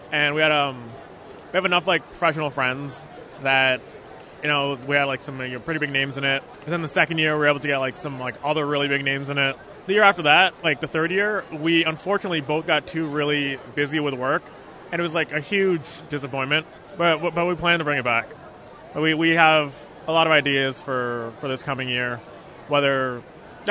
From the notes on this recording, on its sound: Recorded at Fan Expo Canada